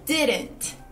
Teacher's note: o segundo D dessa palavra sempre se torna um R